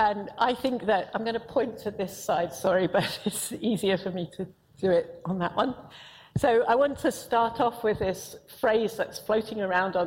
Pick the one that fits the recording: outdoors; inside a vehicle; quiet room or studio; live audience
live audience